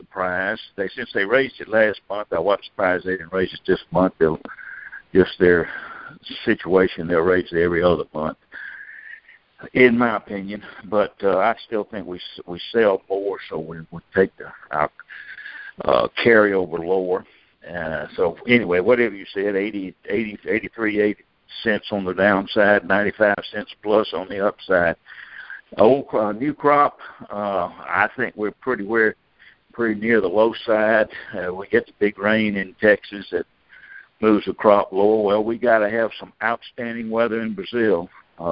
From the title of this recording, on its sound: Monthly Conference Call